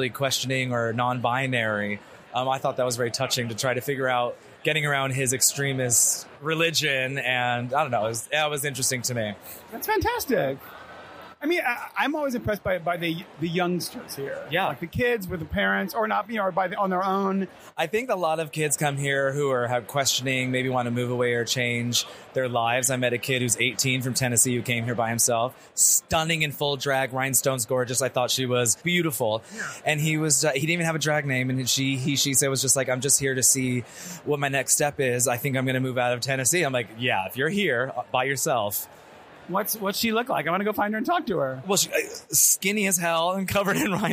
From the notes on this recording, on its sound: LIVE episode, recorded at RuPaul’s DragCon in NYC.